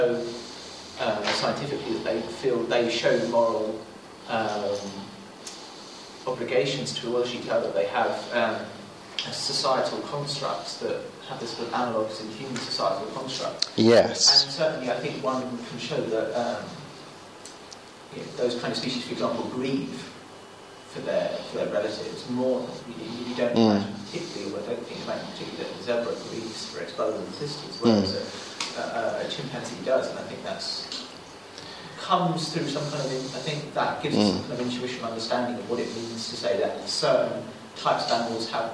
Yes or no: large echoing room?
yes